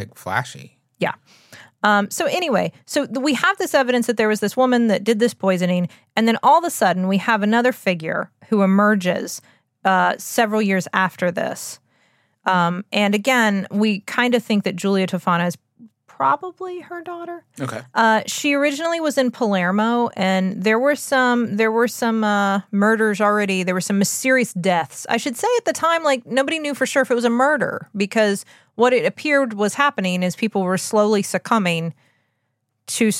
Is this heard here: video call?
no